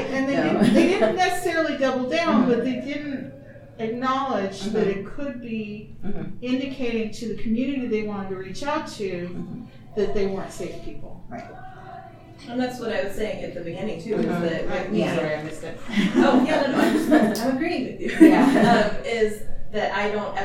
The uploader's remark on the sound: TusCon 50 Panel Rhoynish Turtle Conservation Society. Recorded live at TusCon. Saturday Panel Room 1.